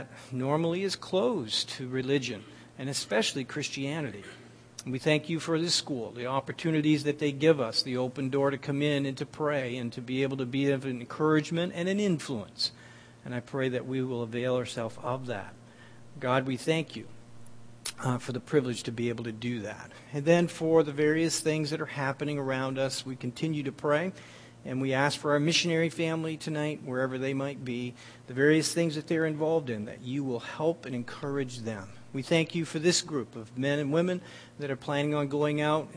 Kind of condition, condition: setting, large echoing room